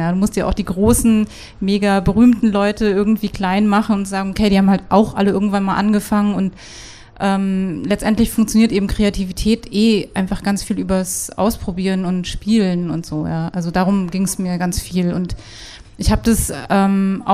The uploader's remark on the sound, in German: Wir sprechen auf dem Pop-Kultur-Festival